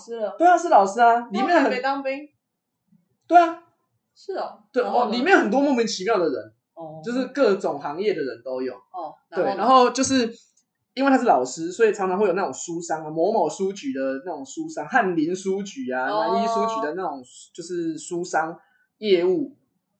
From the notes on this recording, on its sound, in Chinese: 當天錄製完畢後才發現麥克風出現狀況，所以這一集音質很糟，非常抱歉！